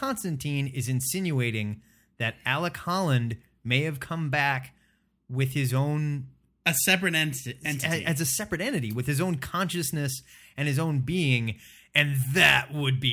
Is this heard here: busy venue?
no